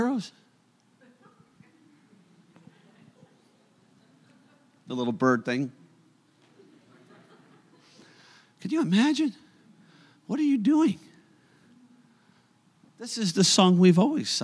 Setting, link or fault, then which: setting, large echoing room